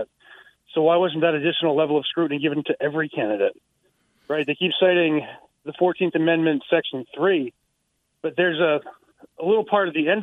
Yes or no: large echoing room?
no